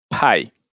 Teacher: Quando uma palavra em inglês começa com P, geralmente é um P aspirado. Ele tem é como se tivesse um sopro nele